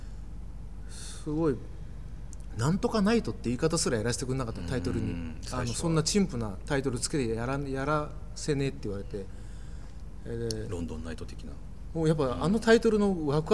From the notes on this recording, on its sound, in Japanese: 収録場所：東京カルチャーカルチャー（渋谷）